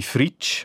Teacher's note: Die Endung Z wird in diesem Dialekt als Tsch ausgesprochen, so auch im Alemannischen